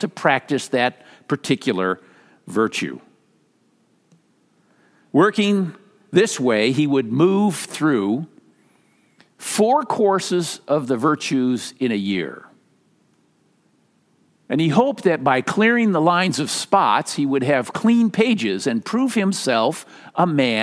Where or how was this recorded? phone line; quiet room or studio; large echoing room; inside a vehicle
large echoing room